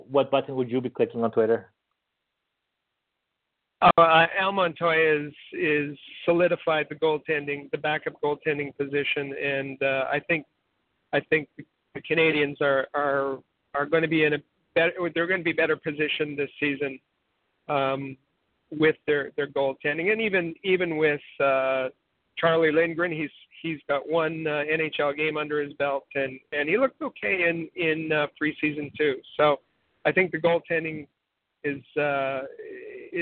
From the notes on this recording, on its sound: as we take your phone calls